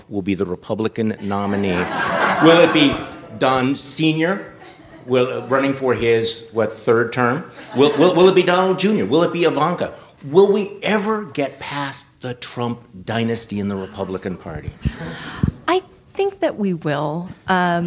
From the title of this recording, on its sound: Live from TribFest